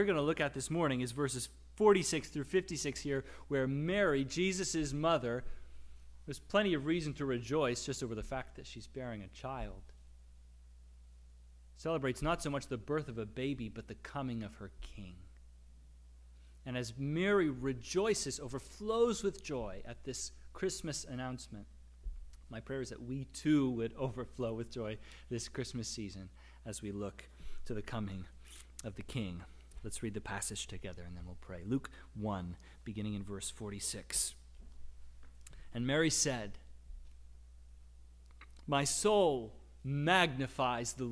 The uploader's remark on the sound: Service Audio from the Third Sunday in Advent